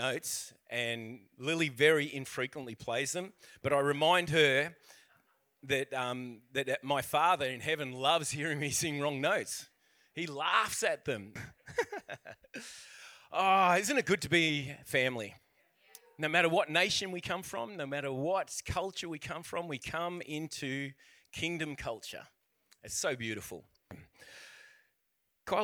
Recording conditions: large echoing room